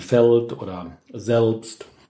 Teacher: es ist ein velarisiertes L, aber im Rheinland und allein ist es meistens als dickes L bekannt.